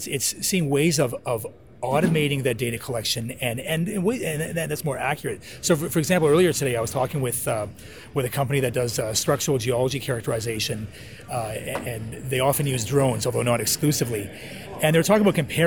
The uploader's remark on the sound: This podcast was recorded from the Trade Show floor at one of the largest mineral exploration conferences in the world - PDAC 2018.